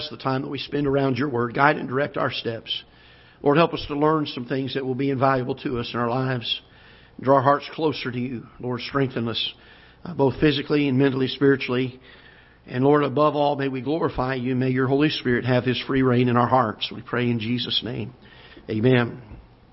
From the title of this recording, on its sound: Ketha Heights Baptist Church ~ Live Broadcast